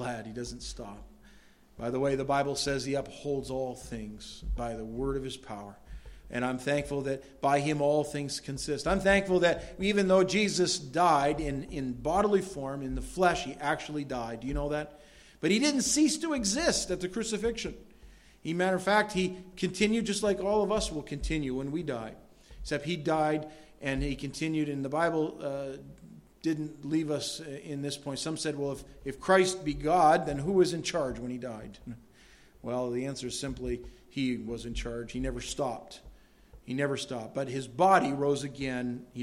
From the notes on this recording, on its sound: delivered at Madawaska Gospel Church